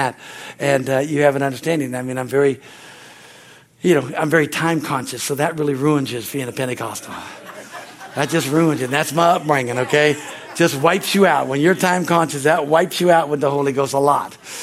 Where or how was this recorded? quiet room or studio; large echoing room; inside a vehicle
large echoing room